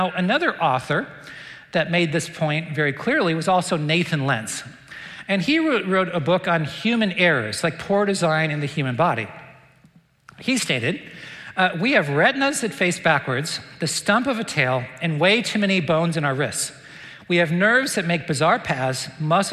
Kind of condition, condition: setting, live audience